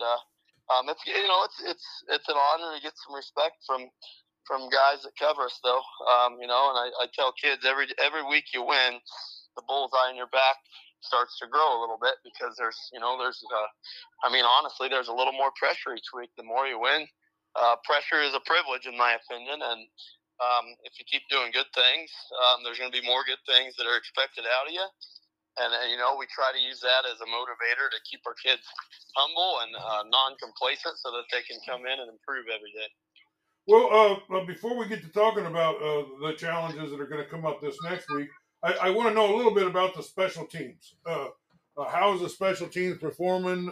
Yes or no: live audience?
no